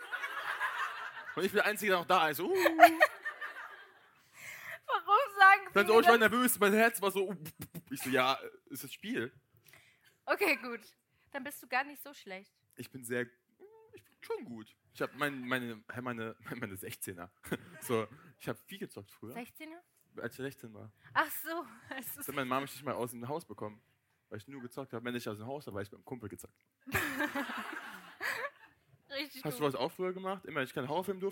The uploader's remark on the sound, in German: Unsere erste Liveshow. Dass vorgestern unsere aller erste Podcast Live Show stattgefunden hat!! Wundert euch nicht, wenn es sich manchmal so anhört, dass wir lispeln ( das Mikrofon ist Schuld) & es ist alles LIVE.